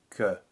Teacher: it's really just a matter of the tongue and the soft palate meeting and coming apart again.